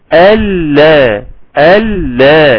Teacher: ثم الذي، خد بالك من اللام المشددة ألا، لو ركزت معايا لو خدت الصوت بتاعي وكبرته على الكمبيوتر وفصلته هتحس كما لو كان انها اتنين لام